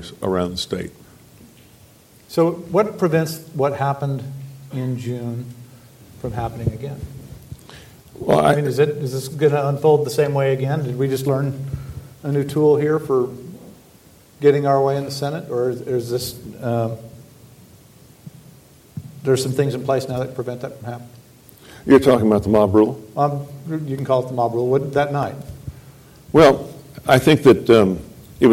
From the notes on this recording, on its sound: During a one-on-one conversation of The Texas Tribune Festival.